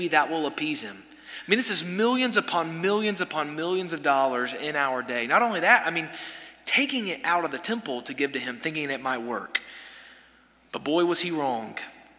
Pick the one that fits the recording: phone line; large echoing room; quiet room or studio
large echoing room